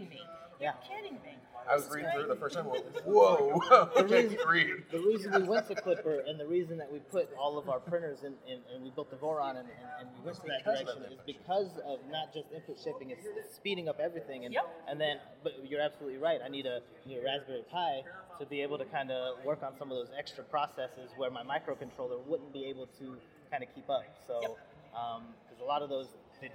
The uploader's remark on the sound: We're coming to you from Rapid+TCT 2023, the premier conference for additive manufacturing and 3D printing.